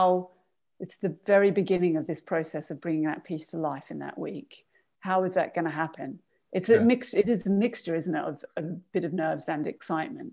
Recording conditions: video call